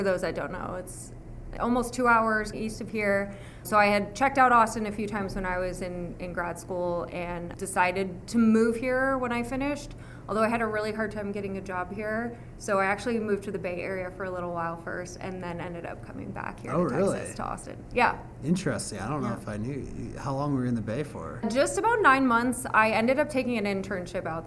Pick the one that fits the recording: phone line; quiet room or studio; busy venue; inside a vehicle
busy venue